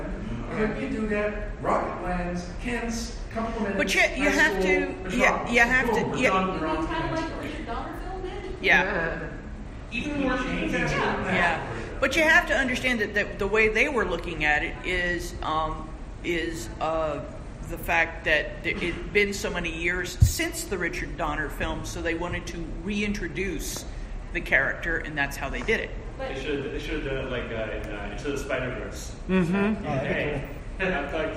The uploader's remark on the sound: I’m posting a recording of a panel I joined for Heliosphere 2019.